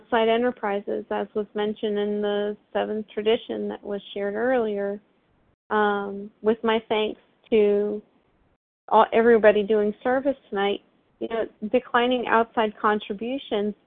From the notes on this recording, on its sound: from the 100 Pounders Phone Meeting